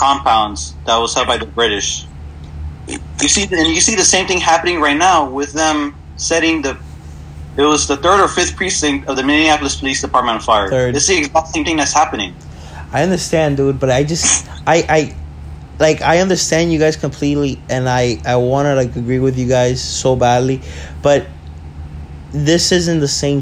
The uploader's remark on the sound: The boy meet up via zoom to talk about the situation thats going on in this country.